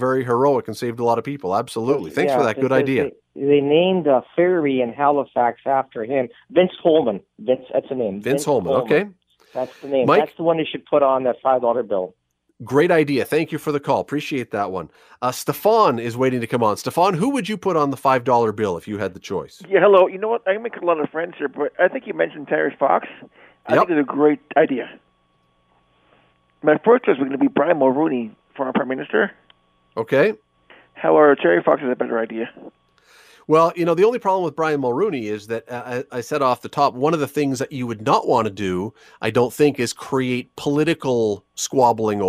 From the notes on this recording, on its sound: opens the phone lines